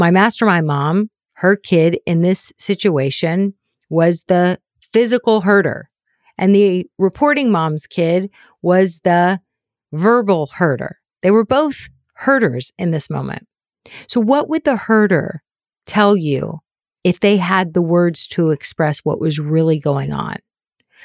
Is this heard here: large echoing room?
no